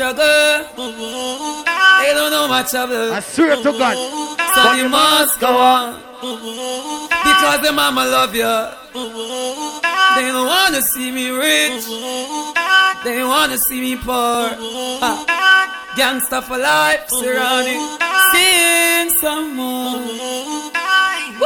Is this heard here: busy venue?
yes